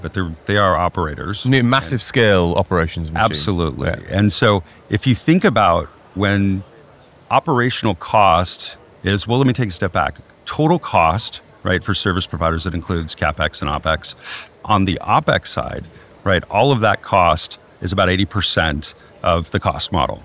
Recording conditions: busy venue